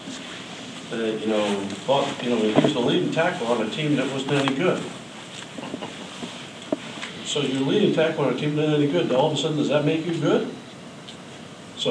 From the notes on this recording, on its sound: Tuesday's news conference at KU